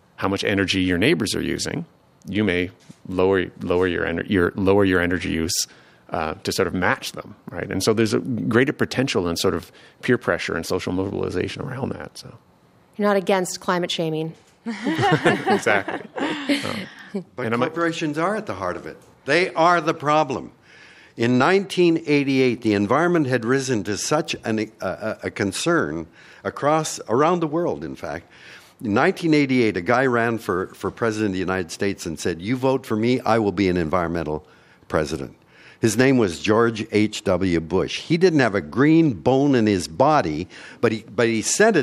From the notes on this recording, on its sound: Taped in front of a live audience at CBC Vancouver.